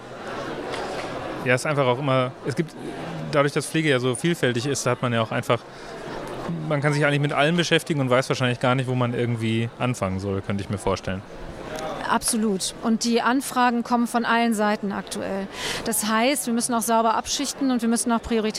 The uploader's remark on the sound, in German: Junge Pflege Kongress in Bochum. Wir nehmen euch Live mit auf den Junge Pflege Kongress des DBfK Nordwest in Bochum.